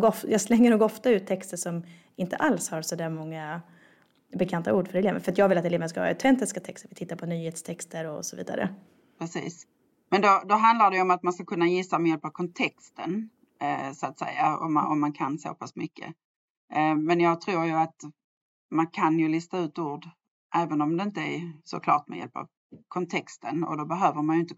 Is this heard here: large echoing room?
no